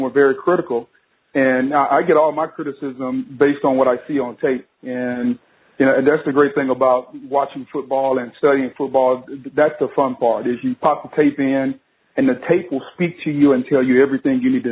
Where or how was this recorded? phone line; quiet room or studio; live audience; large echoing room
phone line